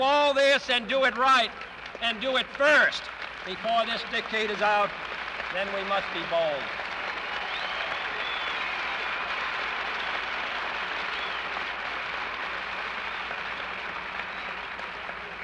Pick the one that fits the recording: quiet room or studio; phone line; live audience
live audience